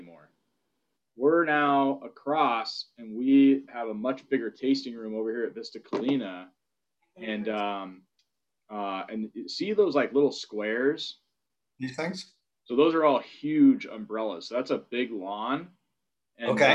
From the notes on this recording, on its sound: SIP Virtual Wine Tasting & Q&A. Trinitas Cellars in Napa Valley.